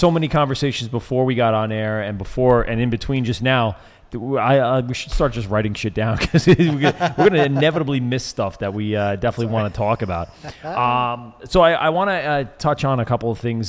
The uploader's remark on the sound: LIVE at Noble Savage Brewing Co